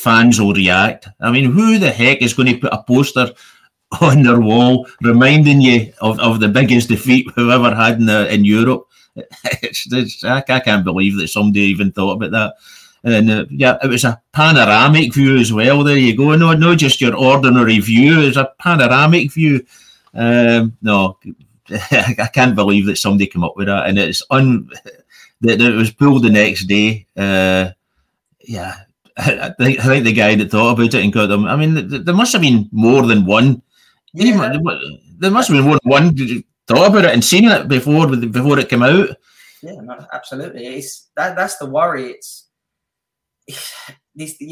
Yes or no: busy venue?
no